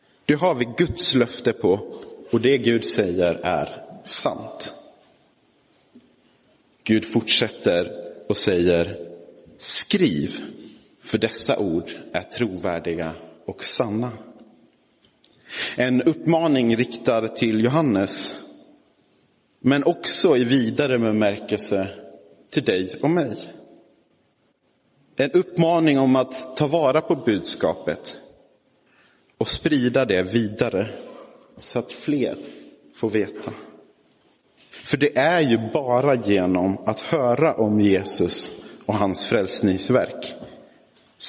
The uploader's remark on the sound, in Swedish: Inspelad i Roseniuskyrkan den 20 november 2022